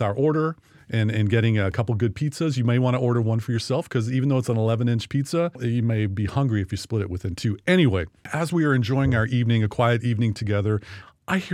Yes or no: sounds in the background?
no